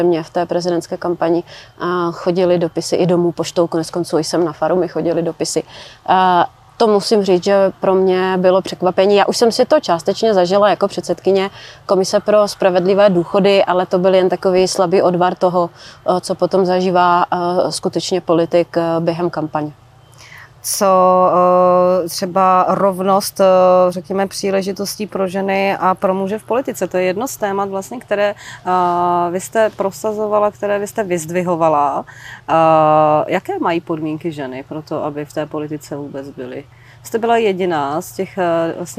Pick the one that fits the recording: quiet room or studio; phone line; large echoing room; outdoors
outdoors